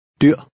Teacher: Remember to pronounce the final R with a glottal stop.